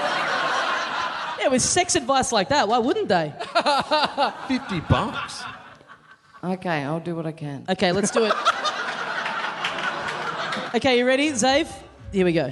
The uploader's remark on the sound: Recorded LIVE at the Rhino Room in Adelaide on November 17, 2015.